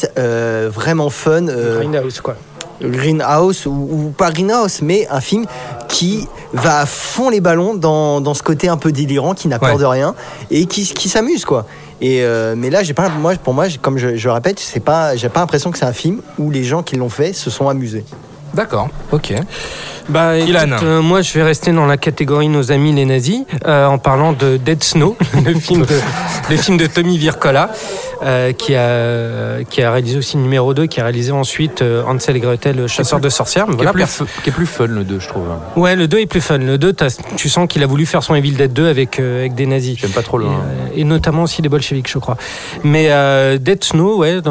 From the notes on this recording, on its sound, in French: Enregistré au Hurling pub (8 Rue Descartes, 75005 Paris), le vendredi 21 novembre 2018.